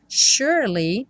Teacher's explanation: Surely, o S tem um som de X, sh, sh, sh, e o E do meio não é pronunciado. Então, assim que você enrola a língua no R, sure, você já vai pro li.